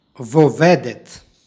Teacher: Ovo je složeni oblik od predloga i glagola i kada. Reč i predlog počinju istim glasom, između njih se dodaje nepostojano o, odnosno izgovorno o, radi lakšeg izgovora